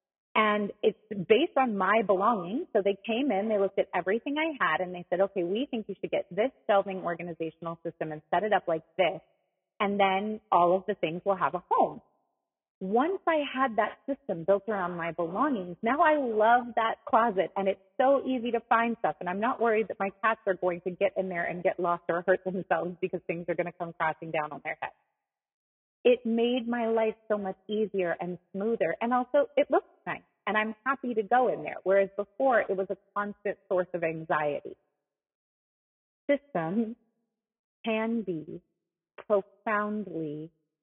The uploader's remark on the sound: This episode has some rough audio quality